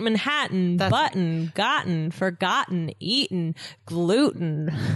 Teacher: drop the vowel sound, right? After a T sound, and then you have a vowel sound right after it.